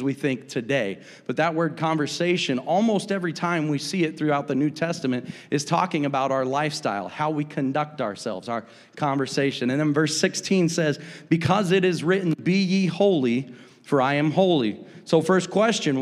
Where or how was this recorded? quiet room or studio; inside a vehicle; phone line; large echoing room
large echoing room